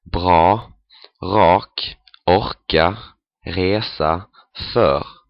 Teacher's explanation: In the southernmost part, they say it like the Germans and the Danish, back in the throat, a guttural R